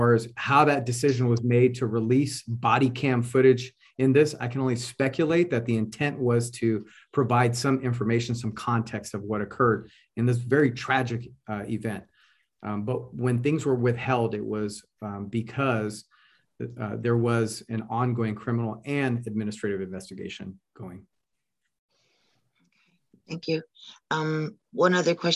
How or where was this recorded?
video call